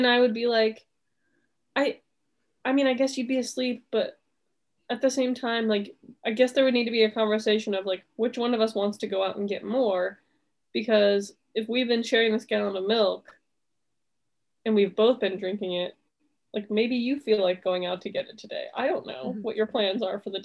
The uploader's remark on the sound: Let's celebrate it being the last Zoom episode